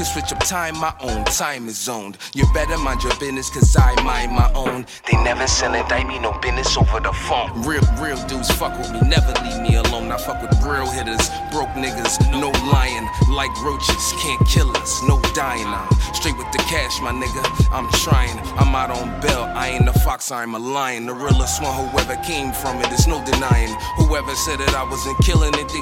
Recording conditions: busy venue